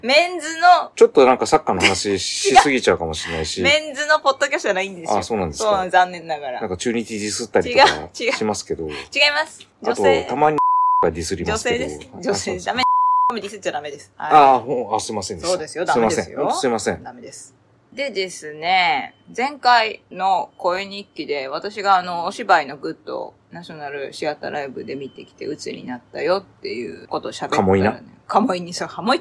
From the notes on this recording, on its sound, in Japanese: 少しiPhone近くて私の声が割れ気味です、すいません。IPhone13「ステレオマイク」アプリ／iPhone マイク-前面（Cardioid）／ファイル形式 PCM44.1kHz 32bit Float。